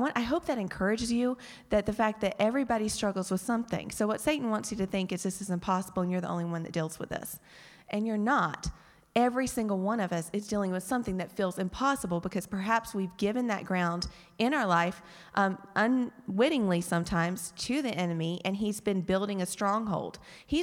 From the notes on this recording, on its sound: Live Q&A from the audience. From the Hillside Gathering.